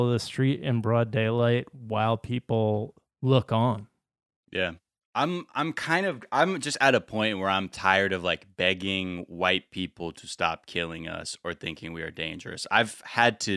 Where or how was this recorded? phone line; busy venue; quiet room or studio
quiet room or studio